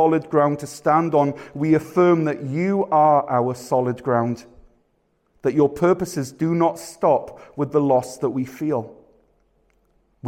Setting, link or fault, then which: setting, live audience